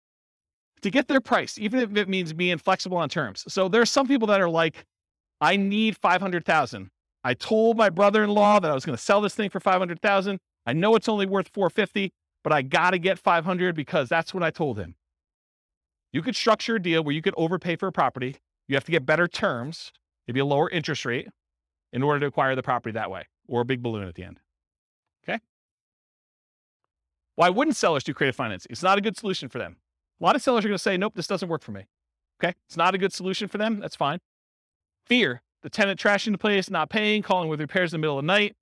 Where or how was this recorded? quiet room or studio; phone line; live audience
live audience